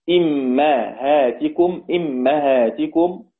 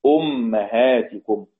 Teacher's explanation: والكسائي بكسر الهمزة وفتح الميم · Shown in: first take · إمهاتكم، إمهاتكم، والباقون بضم الهمزة وفتح الميم، أمهاتكم.